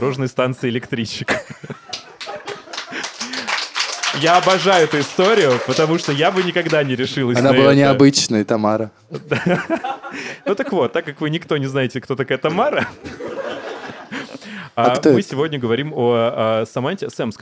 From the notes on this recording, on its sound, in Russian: Открытый подкаст в баре Ровесник. Этот выпуск- бонус эпизод, который мы записали на открытом подкасте в баре Ровесник.